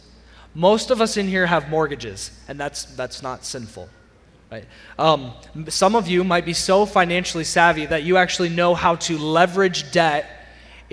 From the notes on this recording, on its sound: Sermon audio from CityGate Church